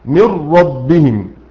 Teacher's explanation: إدغام كامل وما فيش أصلا غنة أبدا، إن الراء ليست من حروف الغنة